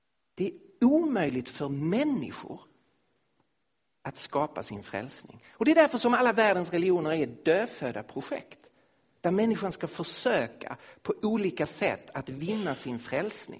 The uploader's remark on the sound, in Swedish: Inspelad i Missionshuset i Kristiansand, Norge 2016-08-21.